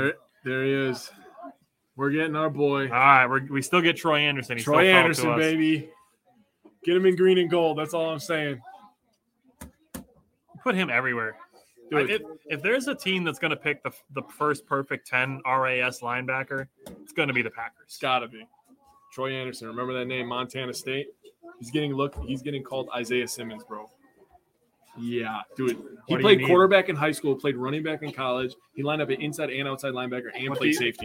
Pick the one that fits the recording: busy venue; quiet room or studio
busy venue